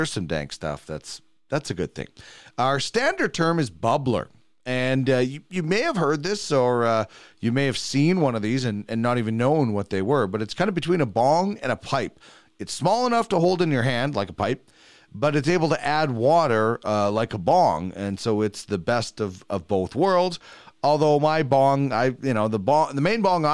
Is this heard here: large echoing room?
no